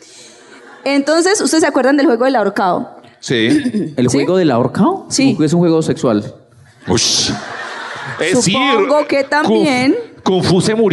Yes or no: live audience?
yes